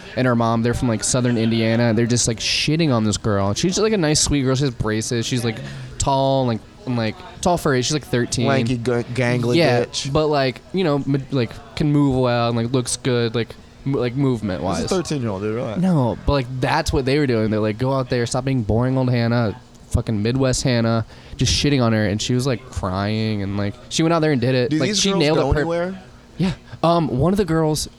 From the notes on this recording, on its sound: Recorded at the world famous Shantytown Pub before the open mic Mondays.